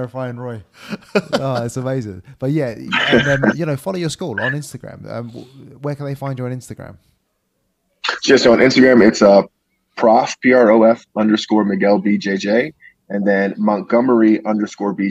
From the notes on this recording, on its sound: Go transatlantic. Its probably not the best zoom interview ever conducted.